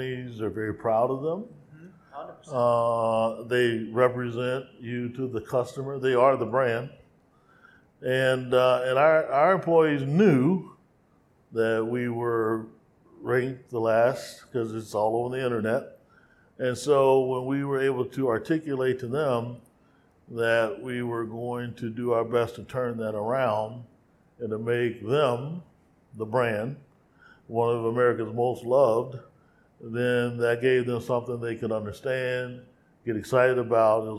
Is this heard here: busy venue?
yes